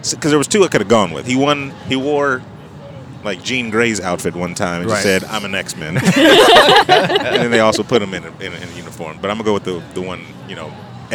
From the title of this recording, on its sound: (Kinda) LIVE from CrockerCon